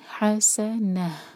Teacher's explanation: ہا کو حلق سے اور سین پر وسلنگ ساؤنڈ، حسنہ. اگر یہاں ہم رکیں گے تو ہمیں تا مربوطہ کو ہمیں چینج کرنا ہوگا، ہم کہیں گے حسنہ.